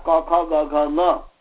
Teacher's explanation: क ख ग घ ङ सबका कंठ स्थान है